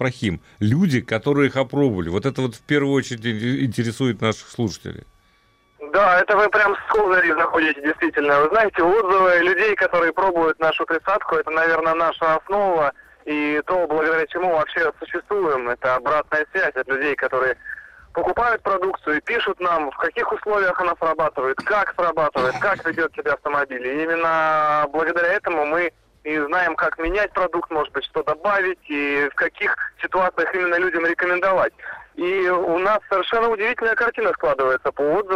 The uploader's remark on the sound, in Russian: с нами по телефону поделился